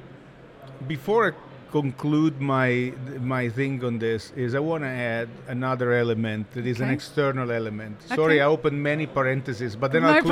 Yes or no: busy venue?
yes